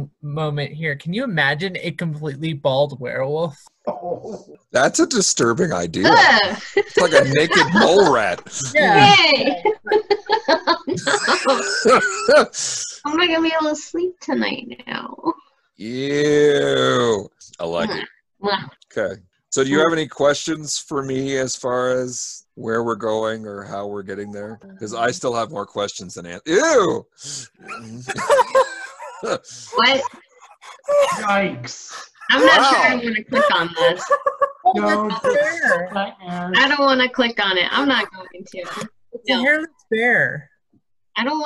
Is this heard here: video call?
yes